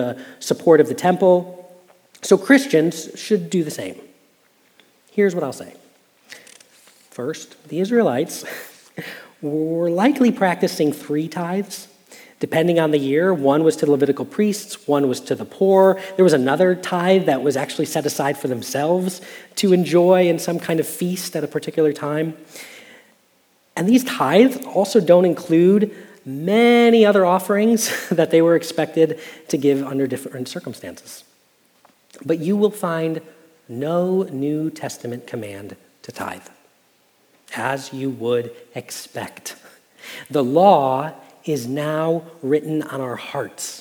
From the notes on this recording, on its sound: Message Preached at Valley Creek Church